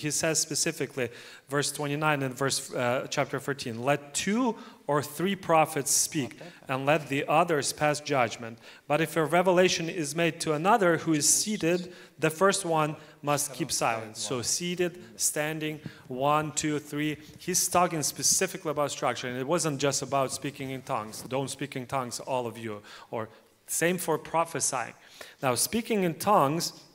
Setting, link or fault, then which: setting, live audience